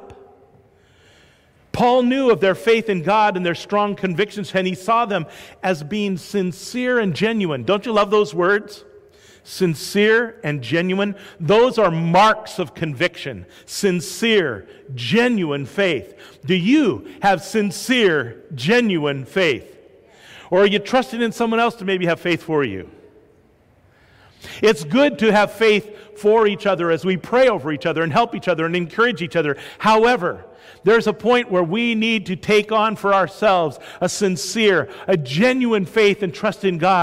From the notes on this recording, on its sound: This is a live sermon preached at Sacramento First Church of the Nazarene Mother's Day 2019.